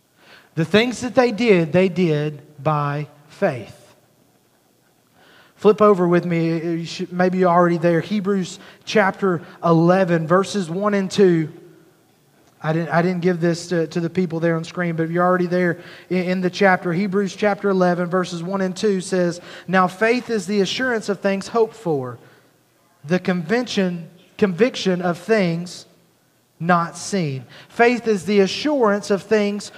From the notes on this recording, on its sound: at Highland Baptist Church, Molino, FL